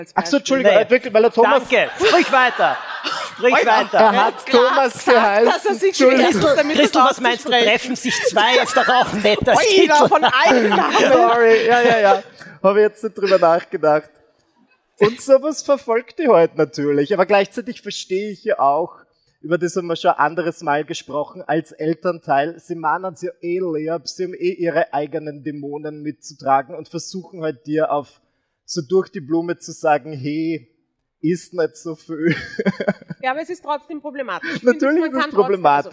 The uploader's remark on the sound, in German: LIVE vom Ö3-Podcastfestival. Direkt aus dem Livepublikum wurde das Wort der Woche quasi auf die Bühne geworfen.